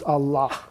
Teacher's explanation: Notice the H pronounced strongly on the end.